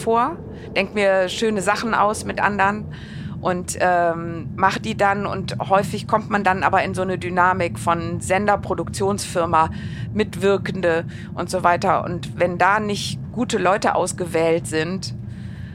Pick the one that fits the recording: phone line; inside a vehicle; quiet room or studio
inside a vehicle